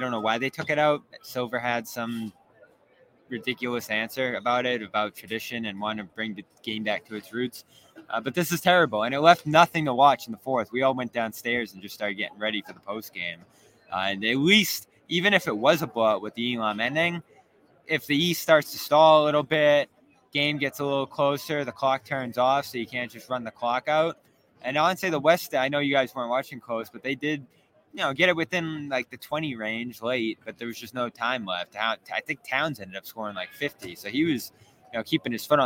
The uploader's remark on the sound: The Garden Report goes live from All-Star Weekend!